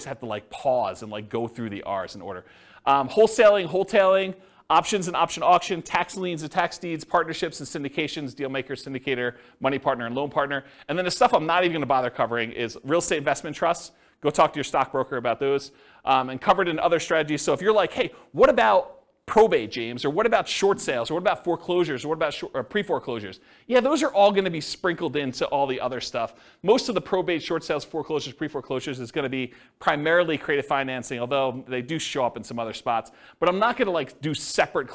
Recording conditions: live audience